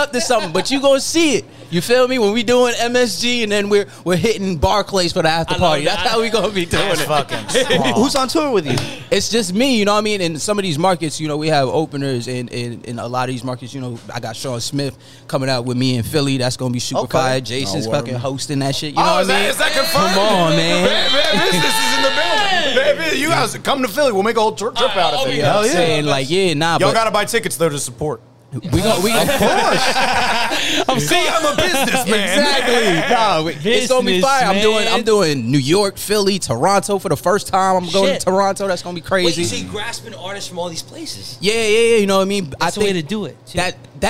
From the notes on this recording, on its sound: LIVE FROM PUMA's flagship store in Times Square